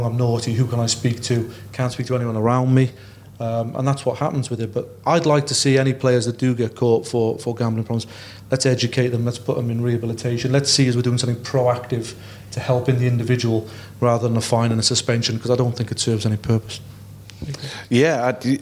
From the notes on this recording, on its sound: In this week's episode we host a live Q&A event at the top of the Radio City Tower in Liverpool. The panel taking questions from our live audience.